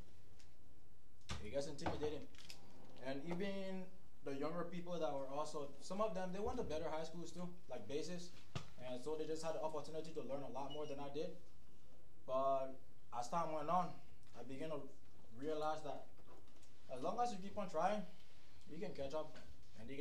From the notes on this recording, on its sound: The audio is unbalanced in this episode. Forgive the varying levels of sound.